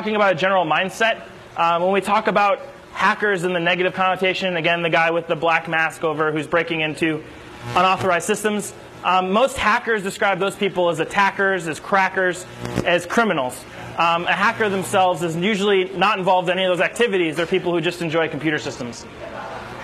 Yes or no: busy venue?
yes